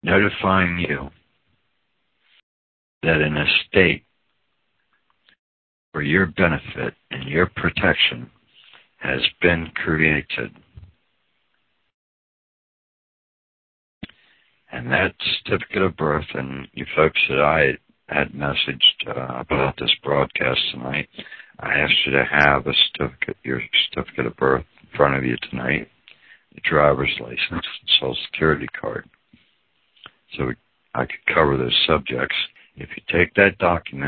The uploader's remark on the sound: Audio call from around 2014